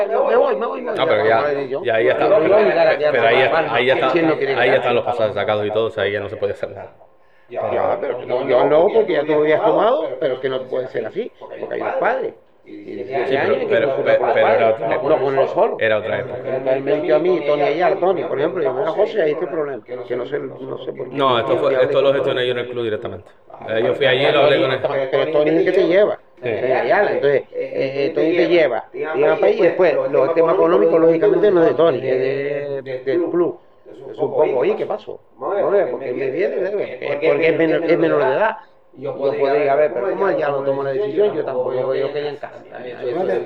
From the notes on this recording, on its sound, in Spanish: Tuvimos problemas técnicos con el audio, y hemos sacado la máxima calidad posible, disculpen las molestias